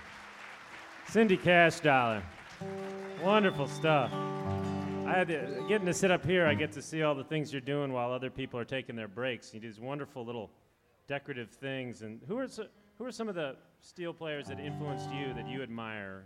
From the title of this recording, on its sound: Guitar Workshop at the American Folk Festival (2006)